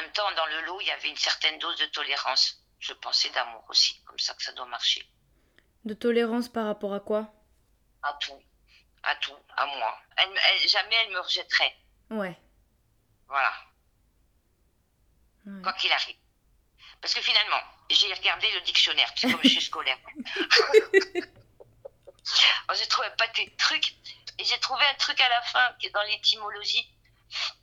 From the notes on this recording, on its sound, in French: Cette fois-ci, je lui ai proposé d’enregistrer notre conversation téléphonique.